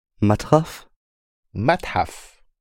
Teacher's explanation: Another root we can put into the madrasa pattern is the root t, h, f. It's the breathy h.